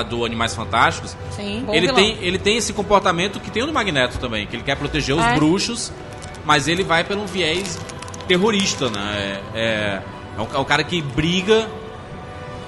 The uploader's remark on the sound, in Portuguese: Durante a CCXP 2018 nós gravamos um podcast ao vivo no stand da Fini.